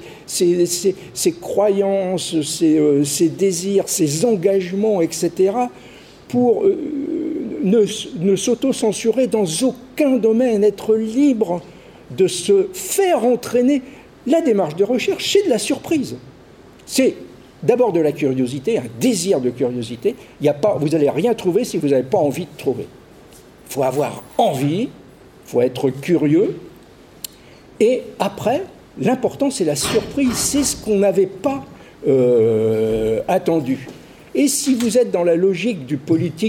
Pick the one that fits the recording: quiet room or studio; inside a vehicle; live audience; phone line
live audience